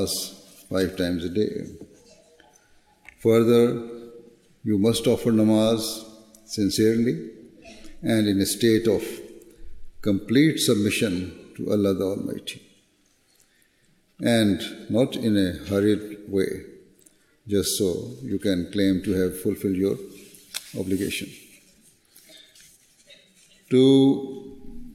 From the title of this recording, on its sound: Address at the National Waqfat Nau Ijtema UK 2019